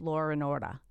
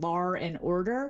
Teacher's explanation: The linking R, which is an extra R we find in dialects that typically drop the R